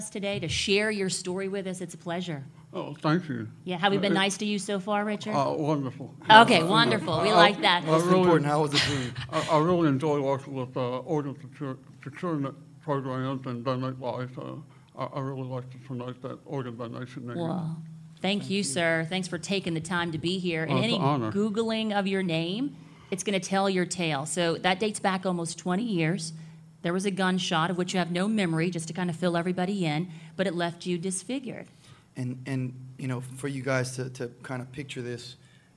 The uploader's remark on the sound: Our podcast is recorded live for the first time in front of a studio audience.